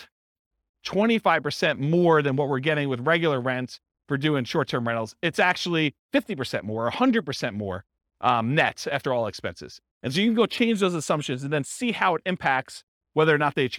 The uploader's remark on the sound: This was a live class recorded